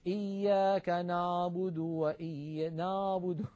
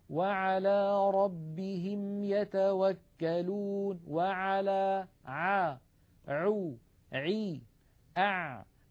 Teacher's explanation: أريد أن أنبهكم على شيء، العين التي اعتدنا في أكثر العاميات المعاصرة أن ننطقها هي أعلى من العين الفصيحة. العين الفصيحة أعمق بقليل من العين التي اعتدنا أن ننطقها بالعاميات · Shown in: second take · يعني مثلا كثيرا ما نسمع إياك نعبد نعبد، يعني الصوت إيش هذا نعبد، لابد من أن نعمقه، إياك نعبد هكذا العين الفصيحة.